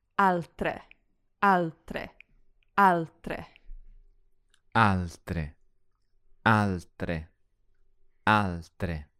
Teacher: And then eventually, with a bit of practice, if you keep going and get faster and faster, you get a T followed by the flicked Italian R